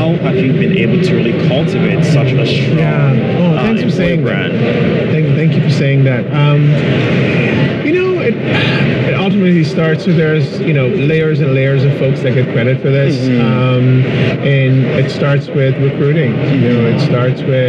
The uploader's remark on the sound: LIVE AT NAA